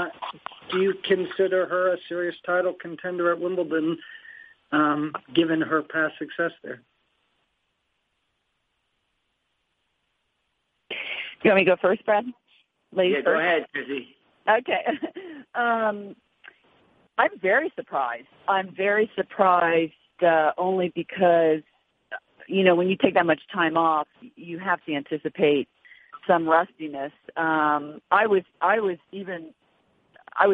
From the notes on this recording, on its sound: Wimbledon Conference Call